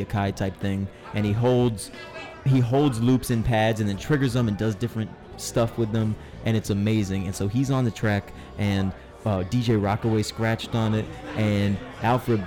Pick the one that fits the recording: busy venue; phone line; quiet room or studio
busy venue